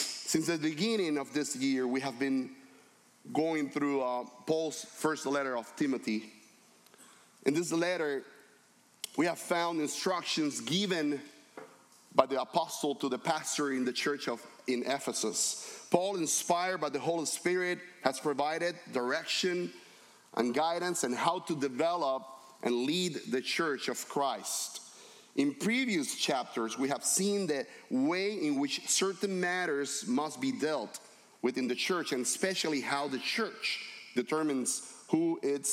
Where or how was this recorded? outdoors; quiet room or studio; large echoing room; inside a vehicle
large echoing room